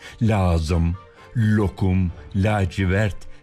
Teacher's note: Kelime başlarındaki L harflerinin bütünüyle ince olarak telaffuz edildiğinden söz etmiştik.